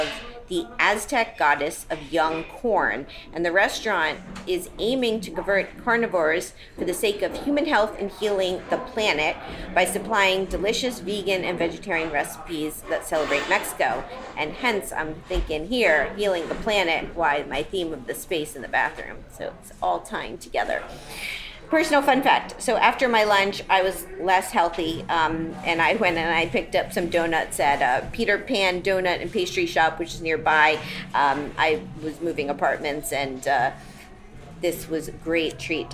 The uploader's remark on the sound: goes on location at Il Buco Alimentari e Vineria in Noho, NYC